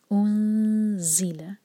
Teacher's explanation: یہاں پر دمہ کے بعد جب بھی ساکن آئے یا جب ہم اخفا کر رہے ہوں تو ہمارے ہوٹ گول نہیں رہنے چاہیے، ورنہ ساؤنڈ صحیح نہیں نکلے گا. انزل، زی پر زور اور بزنگ ساؤنڈ